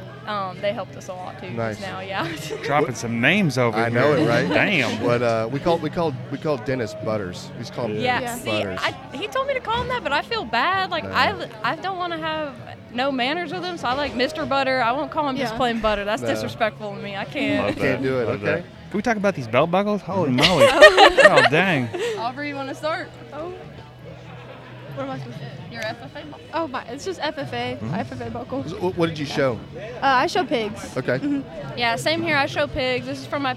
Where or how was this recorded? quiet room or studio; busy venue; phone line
busy venue